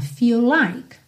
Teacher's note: Feel termina em L, like começa em L, um L só.